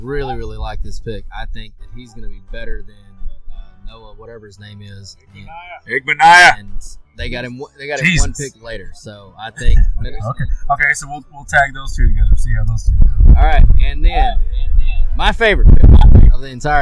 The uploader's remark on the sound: We do a live video poolside. Come listen or watch us drink beer and entertain you for an hour or so!!!